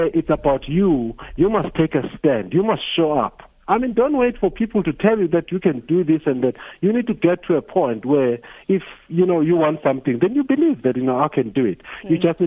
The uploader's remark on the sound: Guest (PHONE)